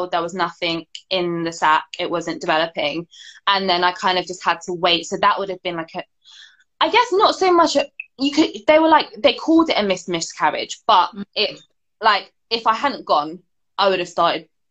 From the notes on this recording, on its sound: hosted on Instagram Live during the summer of 2020